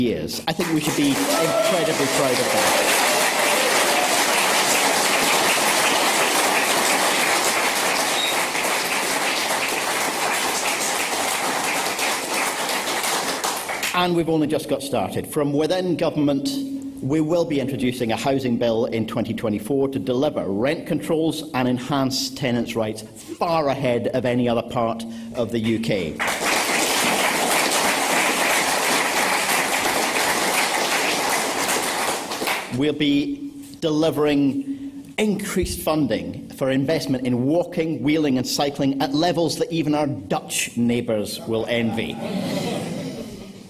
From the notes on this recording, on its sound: Scottish Green Party Conference Co-Leaders Speeches. Delivered a speech to the Autumn conference of the Scottish Green Party.